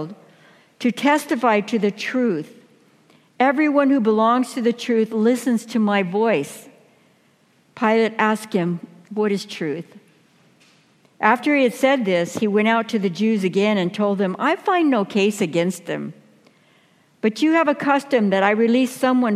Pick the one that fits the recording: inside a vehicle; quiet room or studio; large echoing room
large echoing room